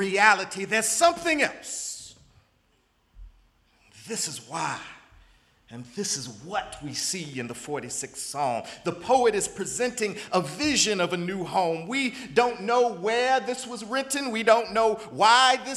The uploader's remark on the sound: in the Memorial Church at the Knafel Center